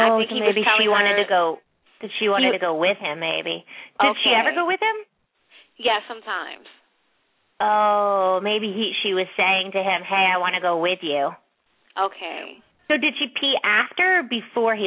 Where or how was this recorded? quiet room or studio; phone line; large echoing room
phone line